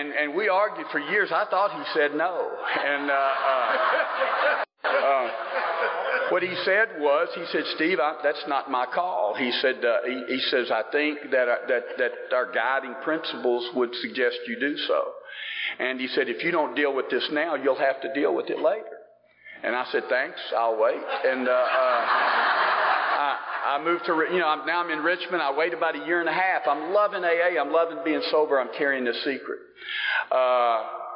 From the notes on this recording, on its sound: This ends a bit abruptly but it was the end, the last little bit got cut off. Recorded in 2015 at the 40th Atlanta Roundup.